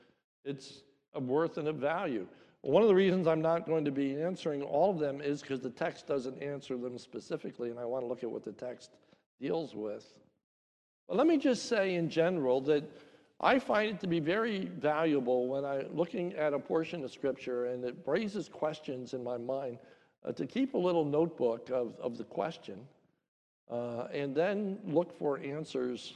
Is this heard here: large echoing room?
yes